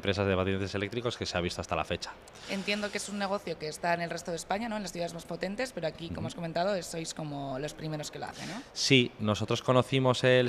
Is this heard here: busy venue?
yes